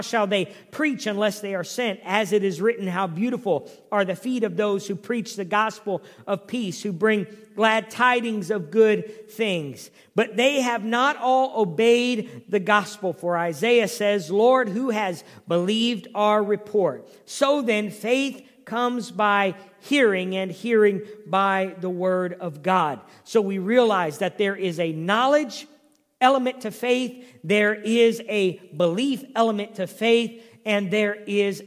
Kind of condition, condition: setting, large echoing room